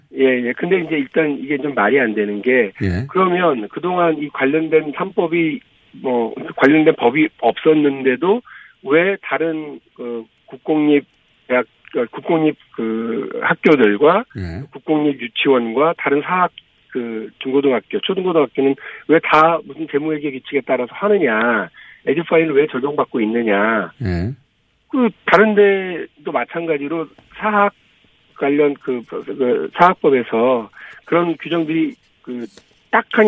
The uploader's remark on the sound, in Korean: 전화연결.